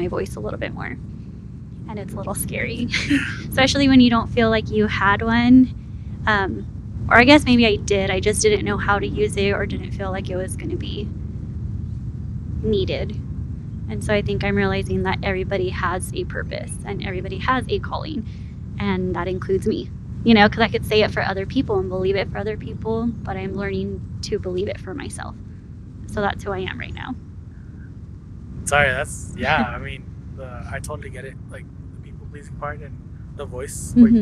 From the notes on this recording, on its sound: Some of the episode was recording under heavy wind